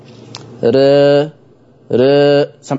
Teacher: التقليل للفتحة أقرب، بس الفتحة مش كاملة، ر ر. سمع الصوت، ر ر.